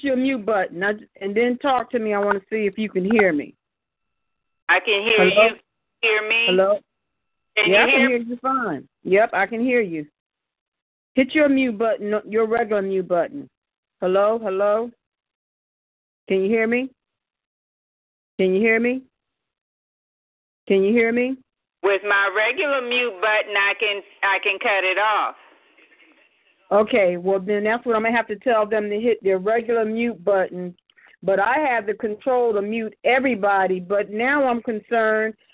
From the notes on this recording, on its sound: Divas For Christ Teleconference.